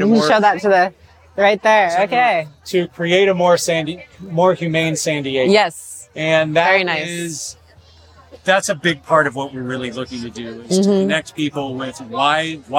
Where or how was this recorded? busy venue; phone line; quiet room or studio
busy venue